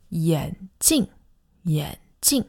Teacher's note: These are glasses, and the tones are very important. It's a third tone and a fourth tone.